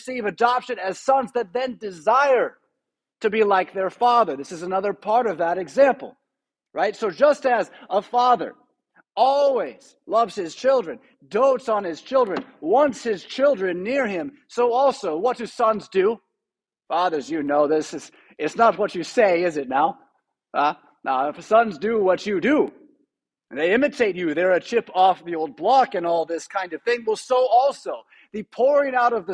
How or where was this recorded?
large echoing room